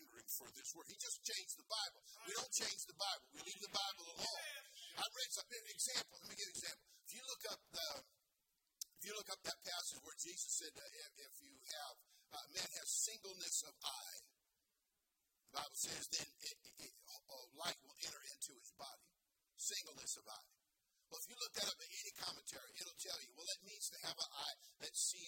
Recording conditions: large echoing room